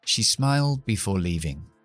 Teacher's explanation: She smiled, la L, me quito la D porque cae entre la L y la B · Term: elision